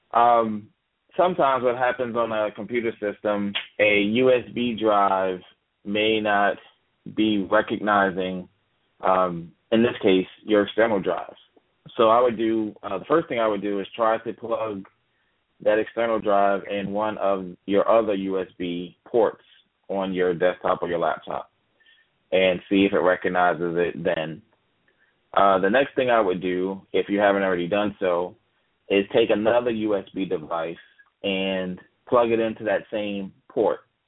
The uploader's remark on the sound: Live Talk is a TABRadio broadcast call-in show where you the listener can ask questions about technology and computers.